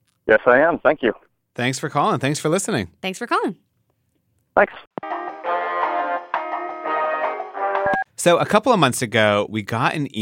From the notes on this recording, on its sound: we take to the phones and answer your questions on our Customer Service line